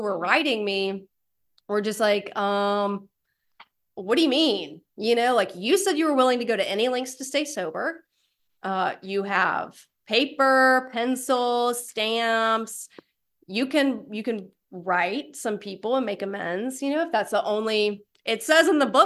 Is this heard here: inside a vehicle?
no